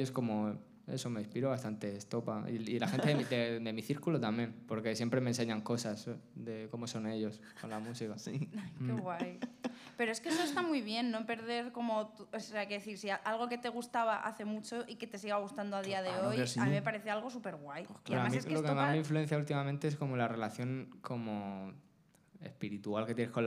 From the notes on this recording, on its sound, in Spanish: Primer show con público